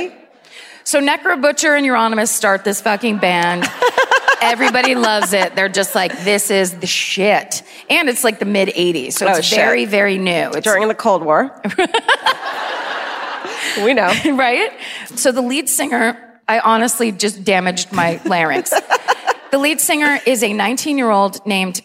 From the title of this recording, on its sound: Live at the Folketeatret in Oslo